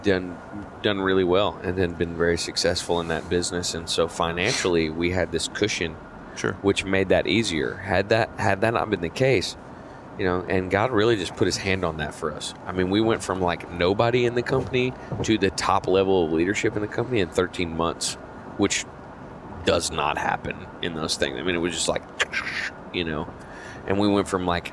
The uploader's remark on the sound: recorded this episode on our way back from his show at Betty Rose’s in Abilene, Texas